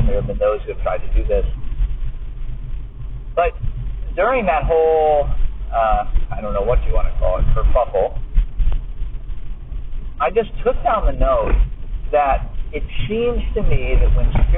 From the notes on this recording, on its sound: I know, I know its such a horrible recording